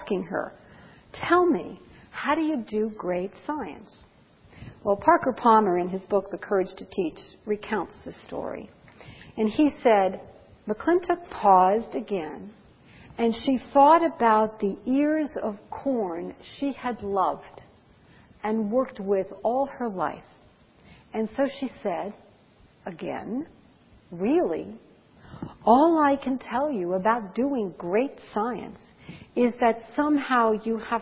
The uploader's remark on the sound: Presented 19 March 2007 at the ASCD (Association for Supervision and Curriculum Development) 2007 Annual Conference in Anaheim, California